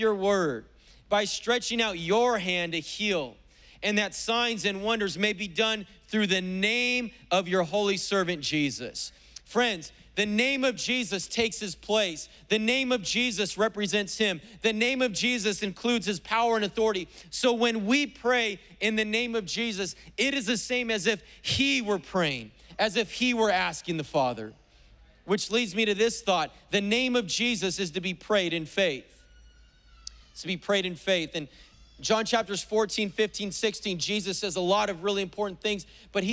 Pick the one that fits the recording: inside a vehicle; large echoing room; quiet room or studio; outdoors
large echoing room